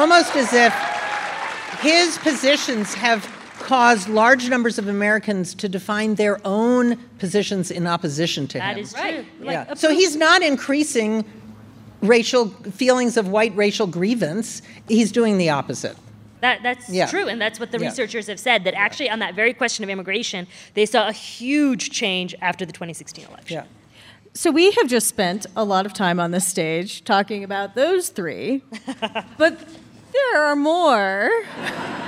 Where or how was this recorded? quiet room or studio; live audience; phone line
live audience